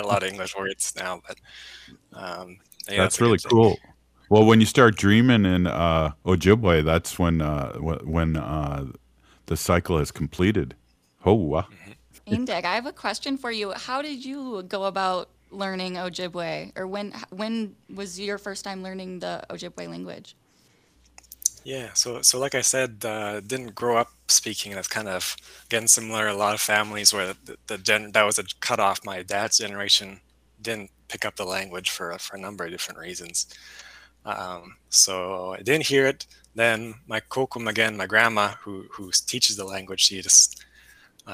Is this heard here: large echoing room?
no